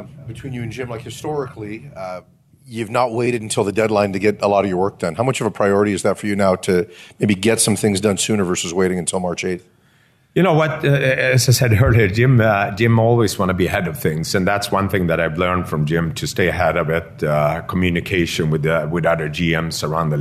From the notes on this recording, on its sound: The full press conference from this morning. By the Vancouver Canucks.